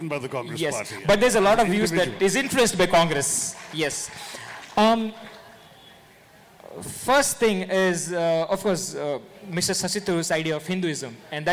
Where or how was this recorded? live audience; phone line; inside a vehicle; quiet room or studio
live audience